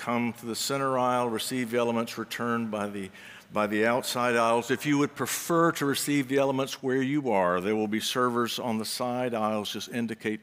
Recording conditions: large echoing room